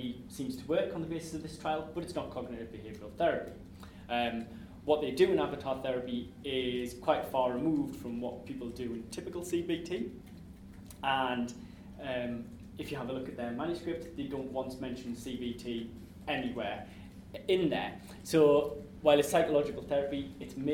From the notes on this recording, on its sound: This podcast was recorded on Thursday 12 March 2015 as part of the Hearing the Voice Lecture Series.